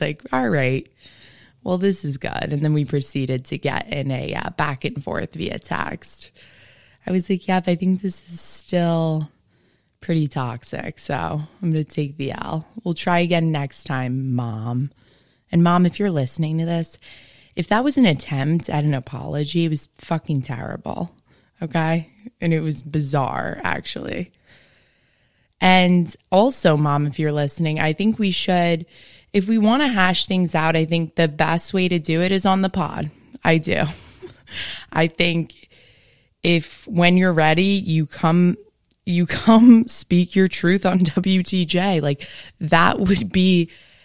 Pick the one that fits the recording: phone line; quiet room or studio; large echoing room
quiet room or studio